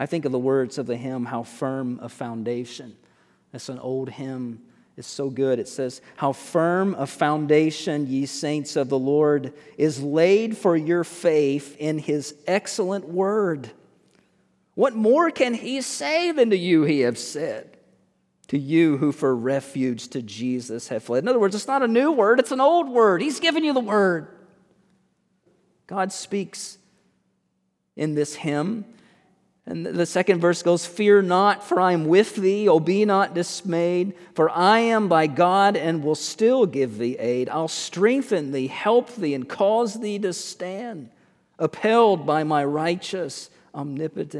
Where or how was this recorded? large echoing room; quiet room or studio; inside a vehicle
large echoing room